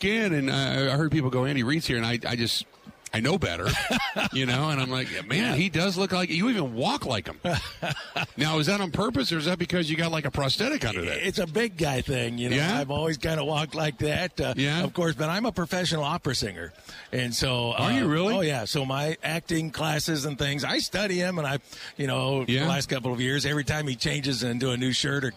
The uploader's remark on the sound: Live From Radio Row At Super Bowl 57